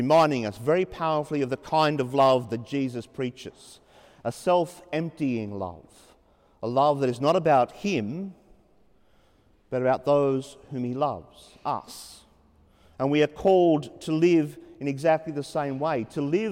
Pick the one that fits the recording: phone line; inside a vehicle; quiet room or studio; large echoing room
large echoing room